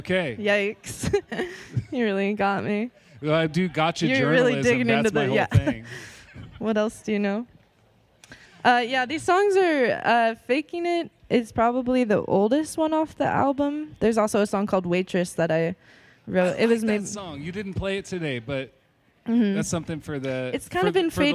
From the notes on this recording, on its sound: All recorded in front of an audience behind the Historic Carnegie Library in Olympia.